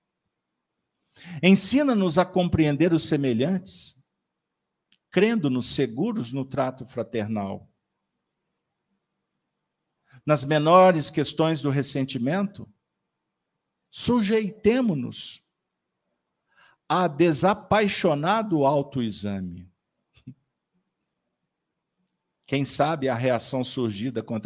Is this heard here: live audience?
yes